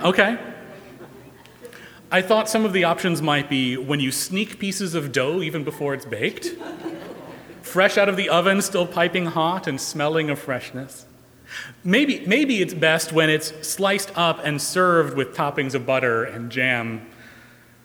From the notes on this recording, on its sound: Recorded live March 1, 2020 at Trinity Presbyterian Church in Bixby, Okla.